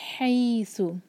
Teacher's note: ہا کو حلق سے اور س کلیئر، اس کو سین نہ پڑھیں